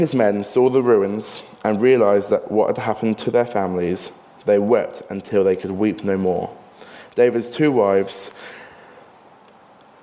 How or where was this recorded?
large echoing room